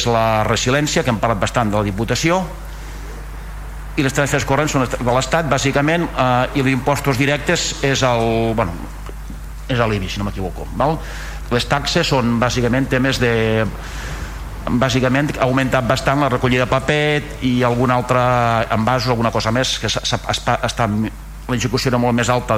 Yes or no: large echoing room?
yes